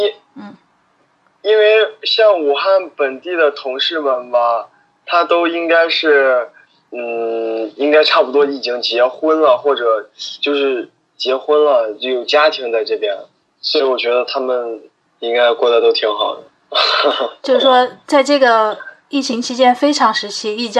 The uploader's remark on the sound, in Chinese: 本期【扩音器】通过电话录音完成的，音频质量可能稍微欠缺，尽请谅解